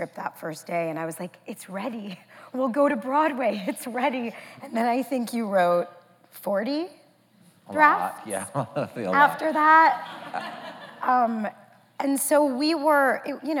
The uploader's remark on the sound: The conversation was recorded on May 9, 2019 in front of a live audience at New York's 92nd Street Y.